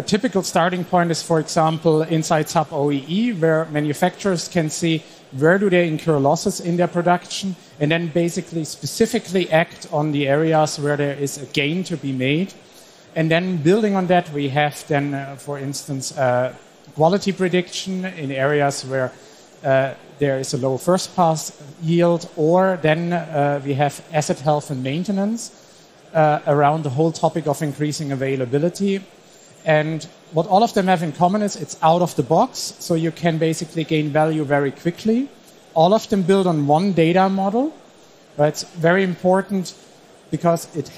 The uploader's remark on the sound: Live session from SPS 2023.